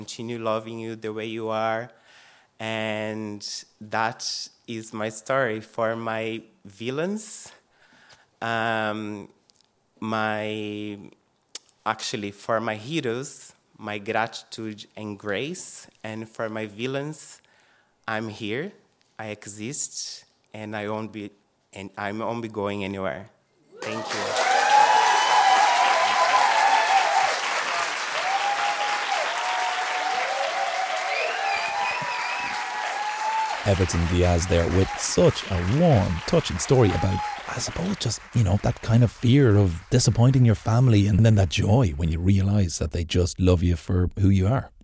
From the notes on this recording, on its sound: shared these gorgeous stories live onstage at The Dublin Story Slam